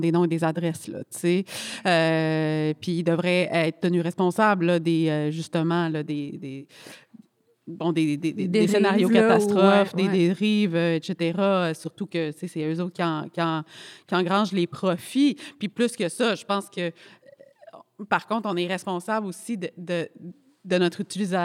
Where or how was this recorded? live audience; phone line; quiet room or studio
live audience